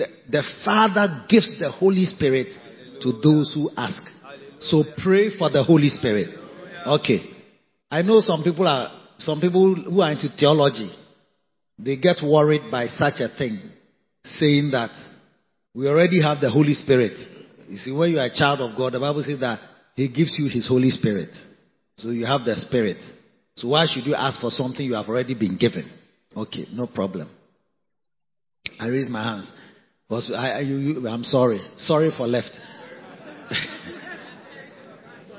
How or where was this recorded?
large echoing room